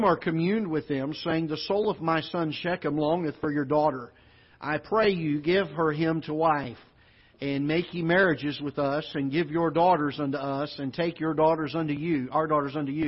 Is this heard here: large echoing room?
yes